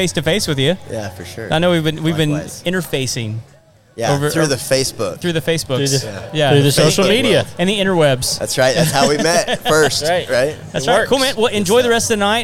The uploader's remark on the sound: Live from Baker Street Pub and Grill in The Woodlands, Texas. Bring the entire studio to the waterway.